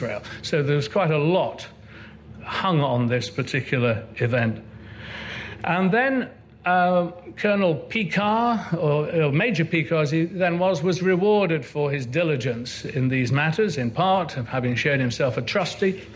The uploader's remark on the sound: Recorded at Chalke Valley History Festival 2016.